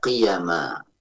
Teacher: kalimat qiyama dengan mengkasrahkan qafnya dan memfathahkan ya-nya tanpa tasdid. Ya, jangan dibaca qayyima, tapi dibaca qiyama.